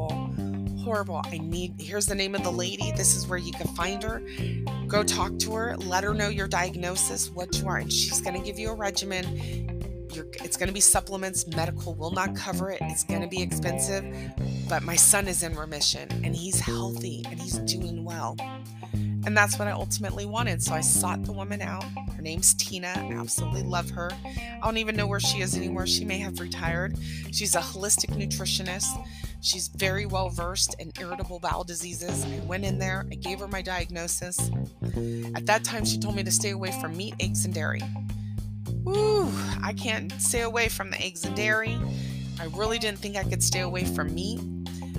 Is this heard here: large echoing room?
no